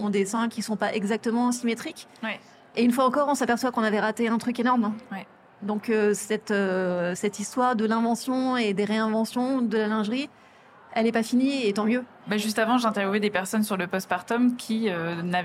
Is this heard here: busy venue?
yes